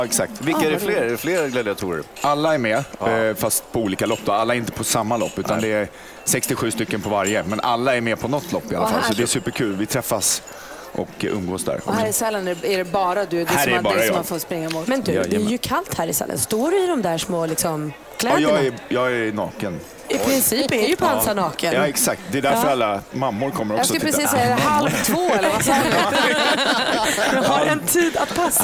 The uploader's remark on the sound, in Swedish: Fjällkalaset är i full gång och vi sänder live från Sälen bl.